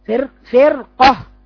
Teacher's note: فرقة فالراء مفخمة قولا واحدا لان حرف الاستعلاء بعدها اللي هو القاف مفتوح